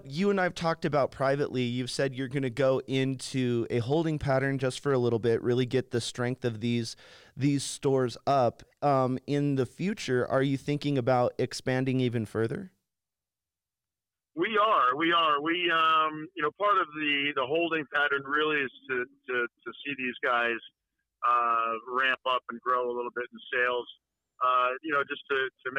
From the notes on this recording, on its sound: on the phone to interview him